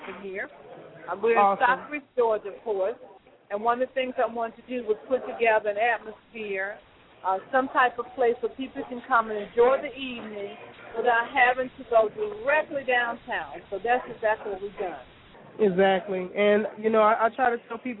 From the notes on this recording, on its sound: LouddMouth Radio Live at Tooloopeas Savory Southern Cuisine. Is broadcasting live at the Grand Opening of Tooloopeas Savory Southern Cuisine in Stockbridge, Ga. On this episode we speak live with visiting guest & entertainers on location at Tooloopeas 282 East Atlanta Rd. Stockbridge, Ga 30281.